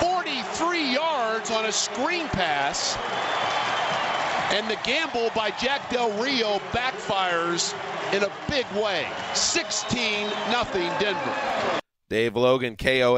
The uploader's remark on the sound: report live from what could be the final Chargers game in San Diego